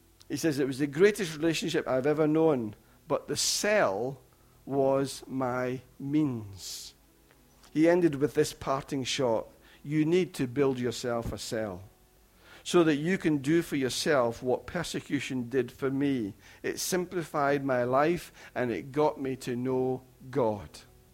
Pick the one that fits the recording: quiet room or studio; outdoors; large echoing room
large echoing room